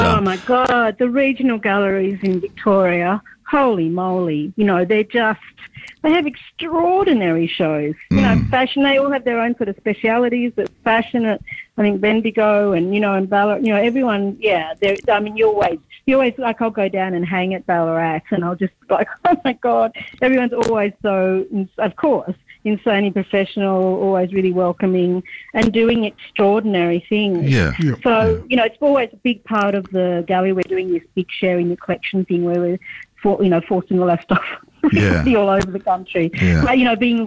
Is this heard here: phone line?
yes